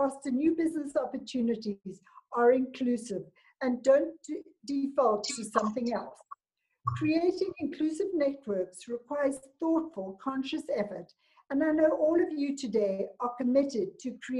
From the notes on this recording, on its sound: A zoom conference by the African Tourism Board. A zoom conference by the African Tourism Board.